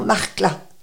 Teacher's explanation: Donc on avalait un peu le A de la fin · Term: un son un peu avalé